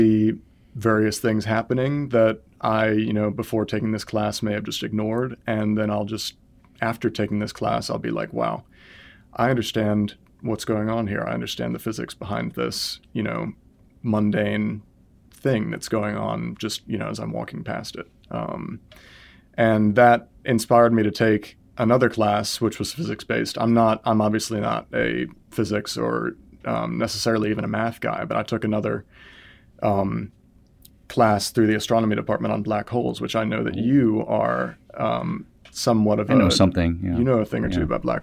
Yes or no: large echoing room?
no